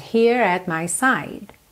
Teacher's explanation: Aqui enrola a língua no here, porque juntou no at.